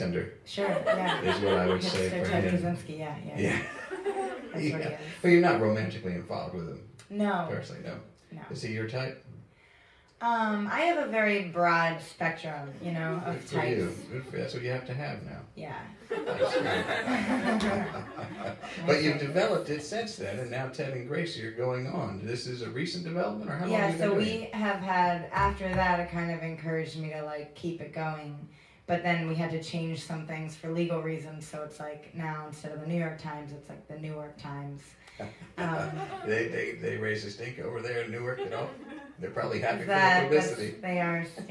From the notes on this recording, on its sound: Season Finale live event, recorded at Film Biz Recycling in Brooklyn.